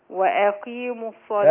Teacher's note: القاف المكسورة بتاخد أدنى درجات تفخيم